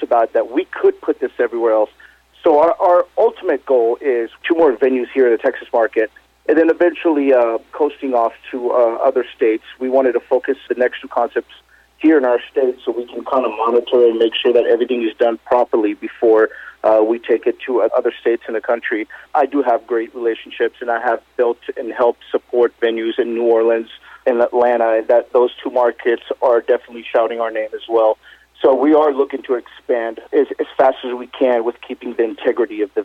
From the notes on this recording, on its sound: called in to SmallCapVoice